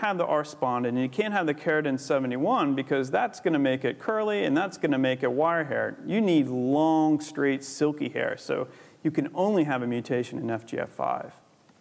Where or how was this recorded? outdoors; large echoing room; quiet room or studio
large echoing room